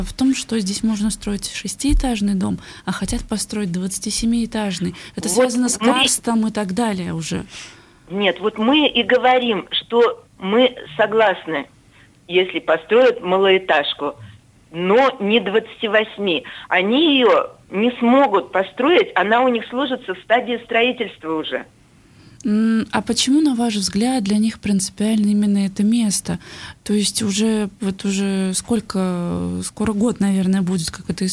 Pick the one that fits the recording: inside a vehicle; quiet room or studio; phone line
phone line